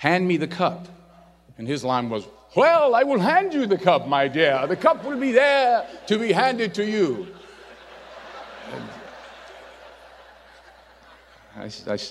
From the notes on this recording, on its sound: In this commencement address